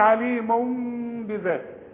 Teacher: اصلها عليم، ولما يجي تنوين عليم يجي بعده بقى يحصل للنون قلبة، العلماء بيسموه اقلاب، نقلب النون التنوين الى ميم ونخفي الميم ونغنها